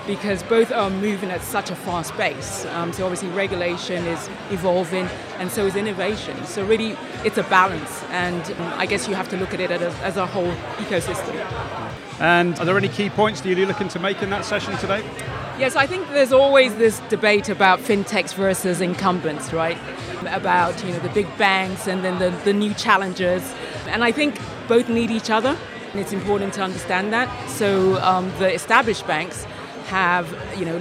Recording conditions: busy venue